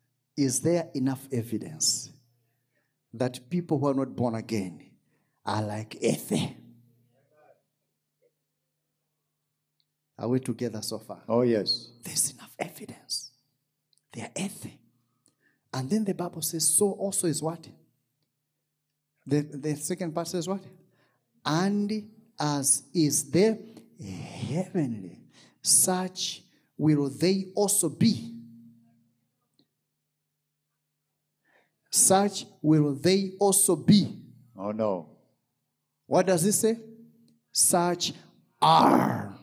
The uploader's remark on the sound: This episode was extracted from our Live Church Service